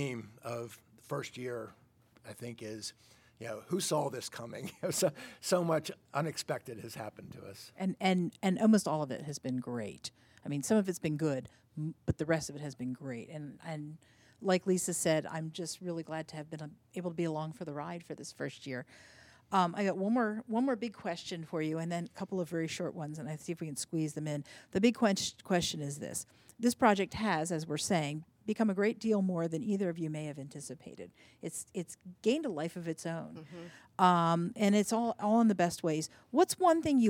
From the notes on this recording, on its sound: Recorded at Exploration Commons. With a live audience.